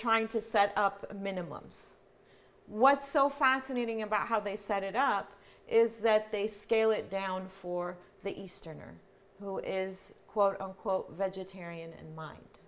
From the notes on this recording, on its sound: This lecture was presented by the Middle East and Islamic Studies Program at George Mason University. This lecture was presented by the Middle East and Islamic Studies Program at George Mason University.